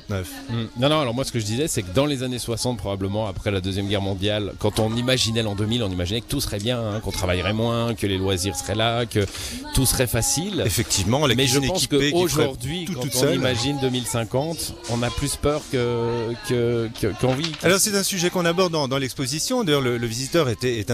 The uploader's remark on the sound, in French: Emission spéciale au festival Animai de Vevey